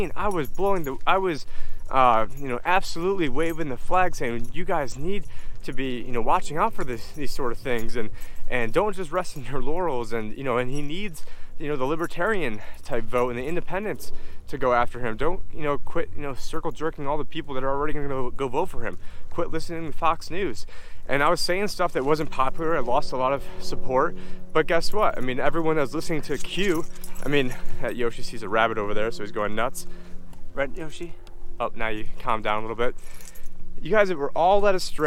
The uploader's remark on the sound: on this walk and talk